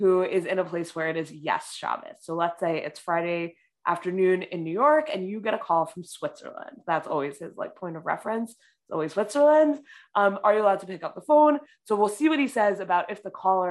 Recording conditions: video call